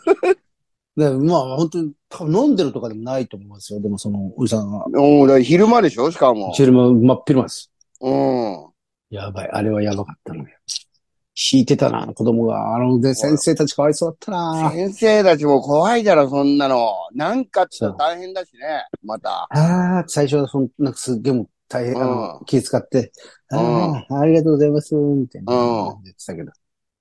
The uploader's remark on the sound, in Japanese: ZOOMで収録